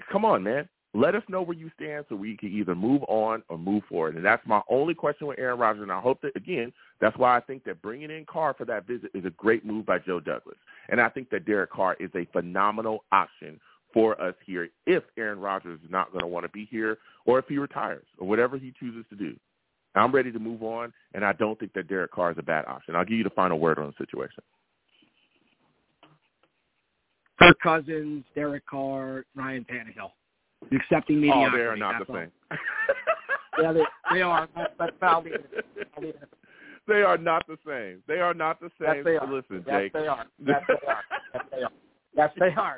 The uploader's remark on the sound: I take live callers!